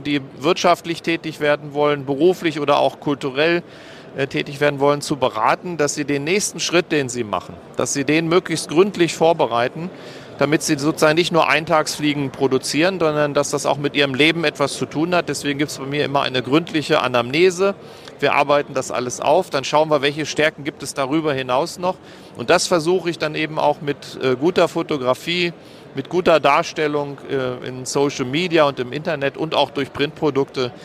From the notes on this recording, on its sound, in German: Live Interview auf Hannover Messe 2023